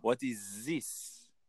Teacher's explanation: you're making that TH into a voiced Z